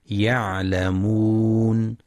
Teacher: ينتبه القارئ لبينية العين وتحقيق مخرجها من وسط الحلق